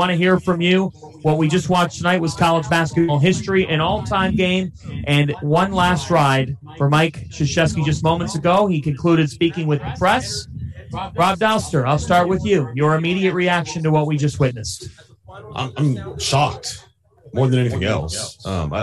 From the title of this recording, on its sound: LIVE from the Superdome!